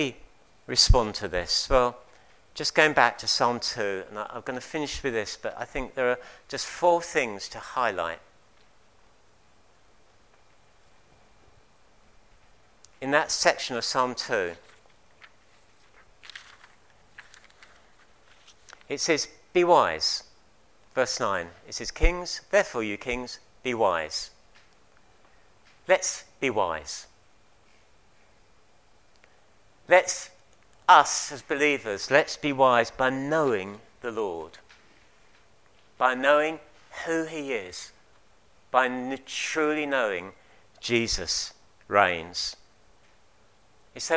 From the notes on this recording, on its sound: At King's Church, Cockermouth, as an audio file.